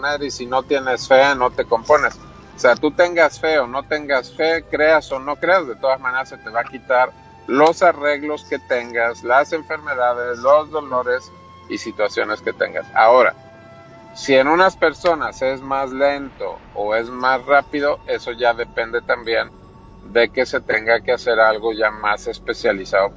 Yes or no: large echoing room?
no